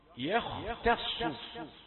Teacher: الياء رقيقة وكذلك التاء، لكن الخاء مفخمة وكذلك الصاد. يخ ولا نقول يخ، يختص.